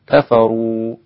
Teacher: كذلك الذين كفروا، الراء والواو هنا واو الجماعة، كفروا لازم أوضح الواو ومد الواو حركتين